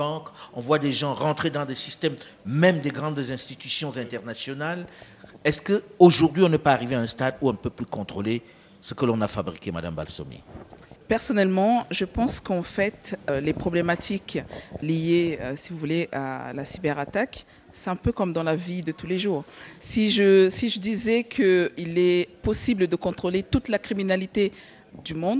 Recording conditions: busy venue